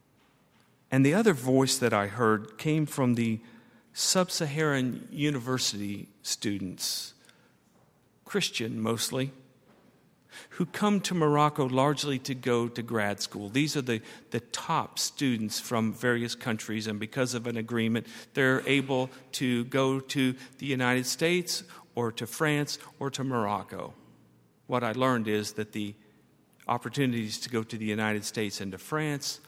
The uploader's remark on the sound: At Highland Baptist Church.